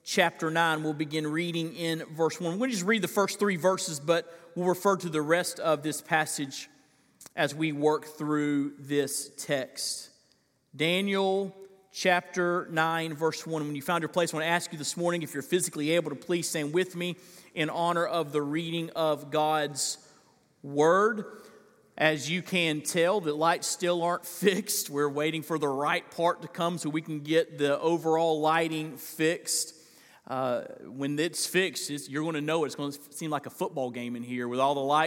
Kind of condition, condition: setting, large echoing room